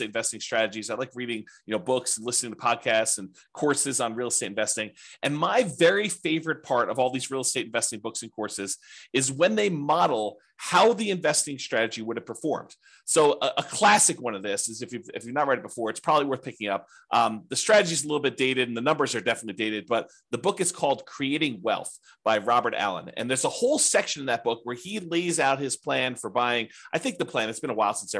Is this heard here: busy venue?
no